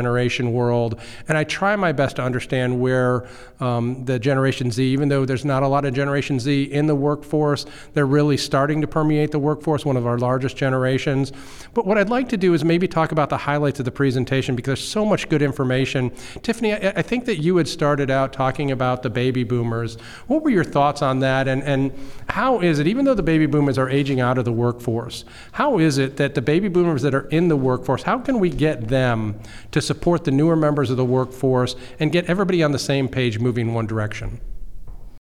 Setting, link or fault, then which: setting, busy venue